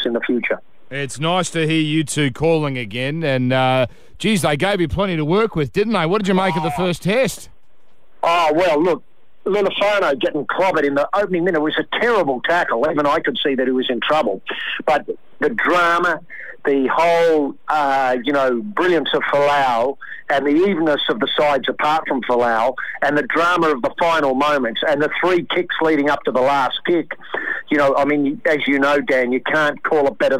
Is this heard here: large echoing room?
no